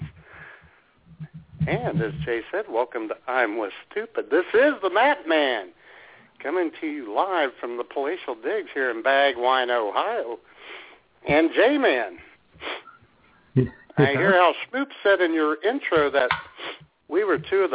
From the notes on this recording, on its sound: take your phone calls